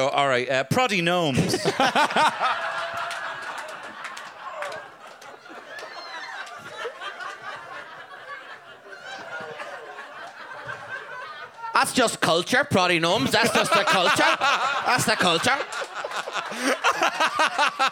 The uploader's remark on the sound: Huge thanks to the Workmans for having us again.